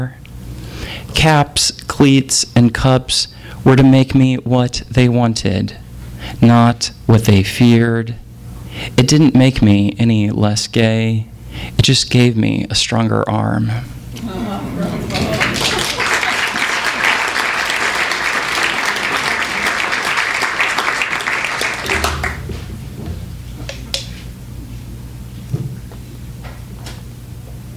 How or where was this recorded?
live audience